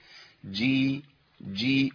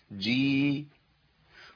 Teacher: خلوا نص اللسان يلتصق بسقف الحنك. جي جي مع سهوله خروجها، ما ايه، ما امسكش قوي في المخرج. · Term: الجيم